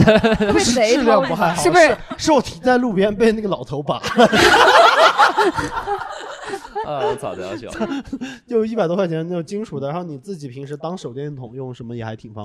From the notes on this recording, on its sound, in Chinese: 本期录制时送给现场观众。来自昆明的喜剧演员在这个乐子人客厅广交朋友。